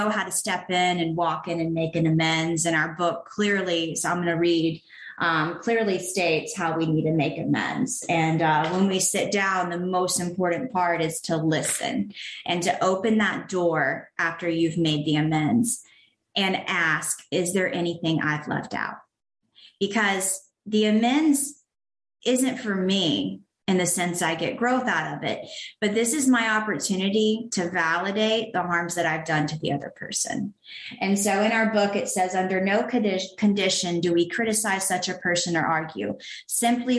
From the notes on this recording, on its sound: Sharing at the My Favorite Steps zoom meeting.